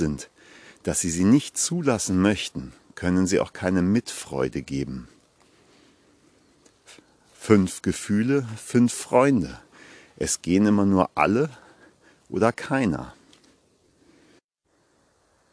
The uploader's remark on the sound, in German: Achtung: live im Wald gesprochen- kann Spuren von echter Waldenergie enthalten. Live aus dem Wald.